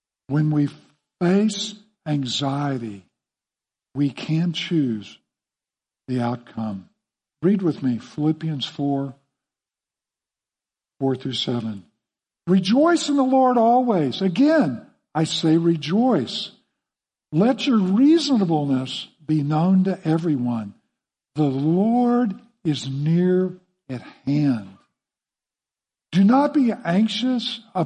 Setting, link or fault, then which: setting, large echoing room